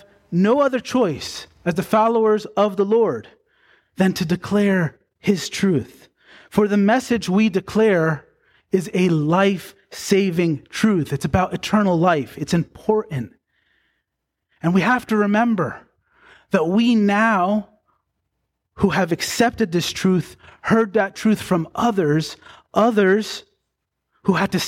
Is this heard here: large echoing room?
yes